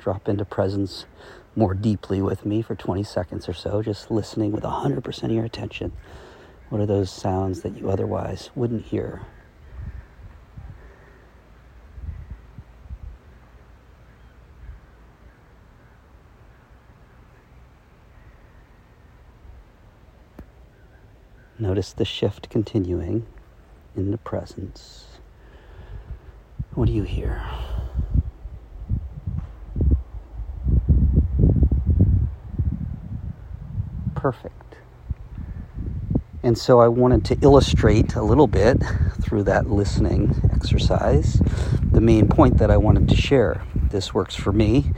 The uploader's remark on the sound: I took a walk while recording this Shift. Apologies for the audio buzz from the wind on this recording.